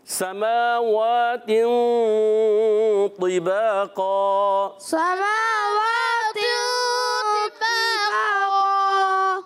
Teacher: جب نون ساکن تنوین کے بعد حرف مستعلیہ آتے ہیں نا، تو اہل عرب کو دیکھا گیا ہے کہ قراء کرام وہاں غنے کو پر کی طرف لے جاتے ہیں. وجہ کیا ہوتی ہے کہ حرف مستعلیہ آ رہے ہوتے ہیں، ٹھیک ہے.